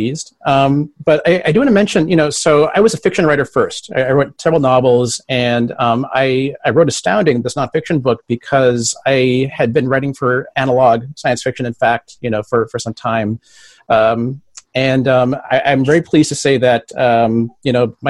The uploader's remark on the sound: Holding up pretty well here in the lockdown. Doing some Zoom discussions.